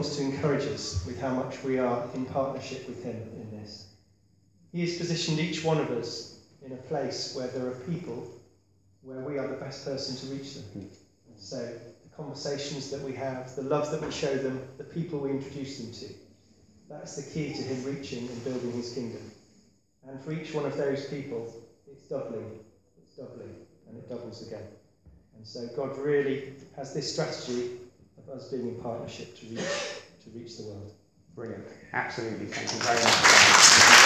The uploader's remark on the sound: Recorded at Beacon Church 8th Jan 2017